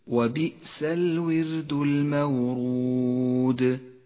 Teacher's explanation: المثال التالي على الراء المرققة في كلمة الورد: وبئس الورد المورود. رققت في كلمة الورد لأنها سكنت وجاء قبلها حرف مكسور